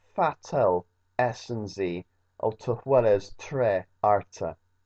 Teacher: Let's try and say the T without putting a glottal stop. Fatal essenzi, actually say the T.